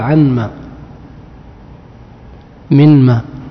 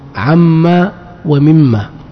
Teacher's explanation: وقوله عما، هذه أصلها عن ما ثم أدغمت النون في الميم لأنها تشاركها في الغنة · Shown in: second take · Term: الإدغام